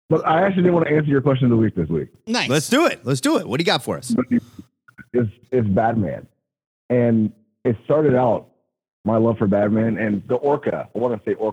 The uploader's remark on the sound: We open up the phone lines